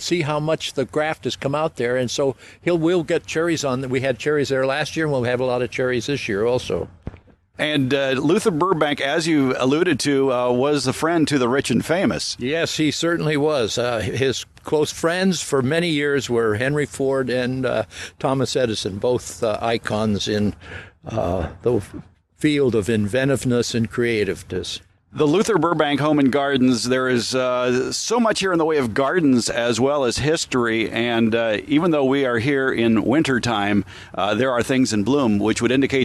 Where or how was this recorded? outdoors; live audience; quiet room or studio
outdoors